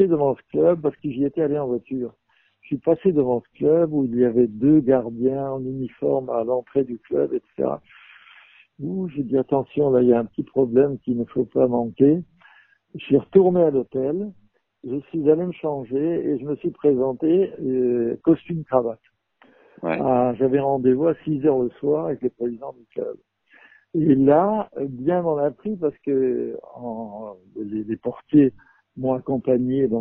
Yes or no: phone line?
yes